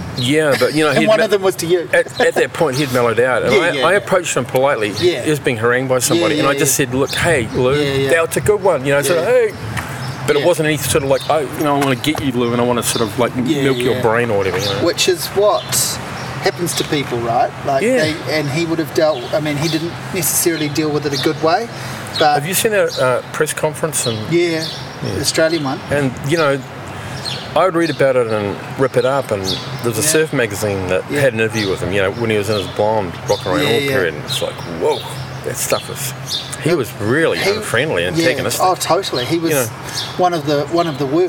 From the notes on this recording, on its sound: Backstage at a bar in Wellington ahead of his soundcheck. Down an alley-way with construction happening around us.